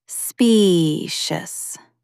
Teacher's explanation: Stress the first syllable.